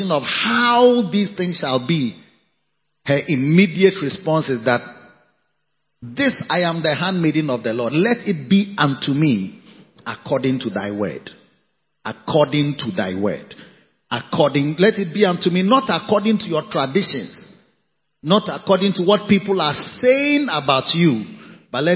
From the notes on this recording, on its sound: Preached at the Victory Secrets Service - Makarios Cathedral, HQ. Preached at the Victory Secrets Service - Makarios Cathedral, HQ.